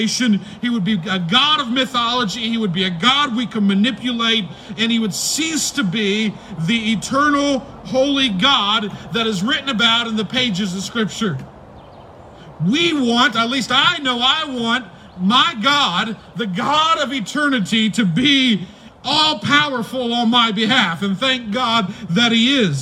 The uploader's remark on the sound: preached on May 3, 2020 at the Tarrant Bible Methodist Church drive-in service